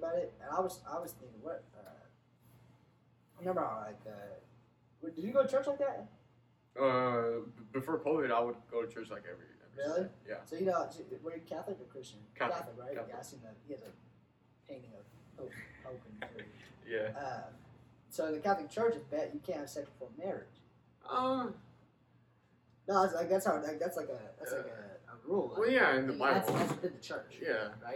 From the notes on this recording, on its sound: Disregard our background noise, future experiences will be smoother.